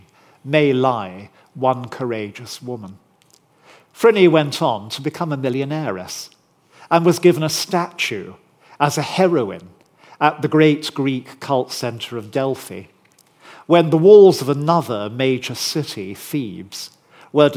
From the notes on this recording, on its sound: recorded on 20 September 2023 at Barnard's Inn Hall, London